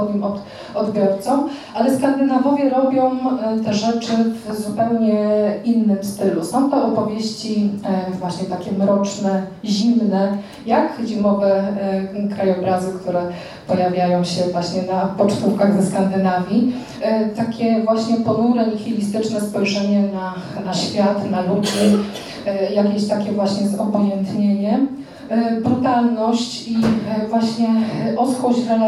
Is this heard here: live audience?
yes